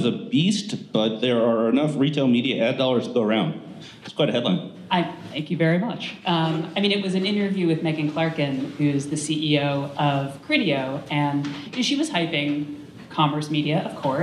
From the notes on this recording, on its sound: Live from "ID5 On the Road" conference. This week we recorded live.